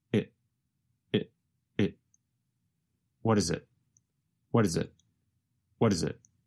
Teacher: The letter T in what changes to a sound closer to the letter D. And the word it goes by so fast that it becomes very reduced to just a vowel sound plus a very fast held T.